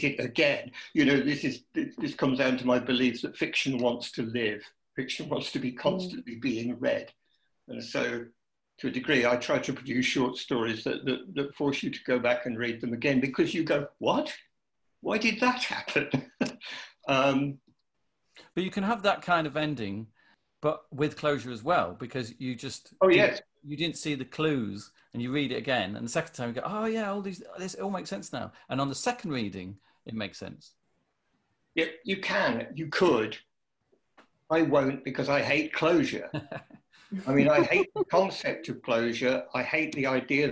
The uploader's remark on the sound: Recorded remotely via Zoom due to the COVID-19 pandemic.